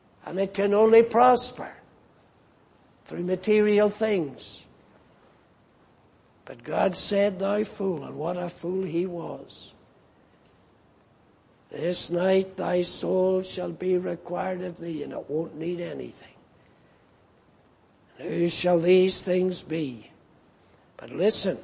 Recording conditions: large echoing room